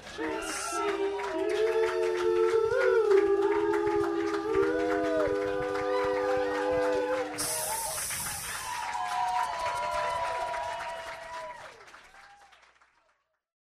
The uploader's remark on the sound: Chicago Rat Tales: Live at the Hideout.